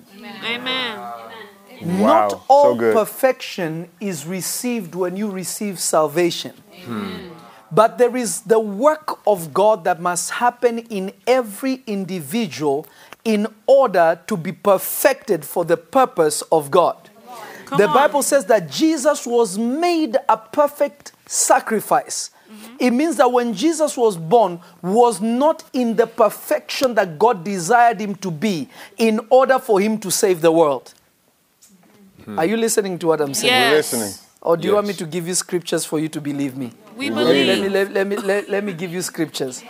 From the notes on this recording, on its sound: From Revelation Church in Simi Valley, CA. This message was recorded live on March 8, 2022.